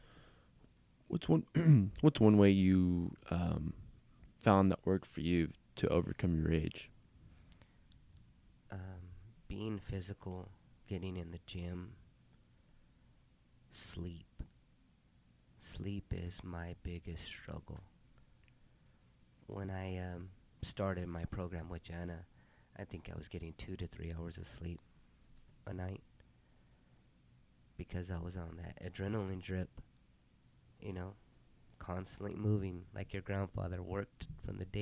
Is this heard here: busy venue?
no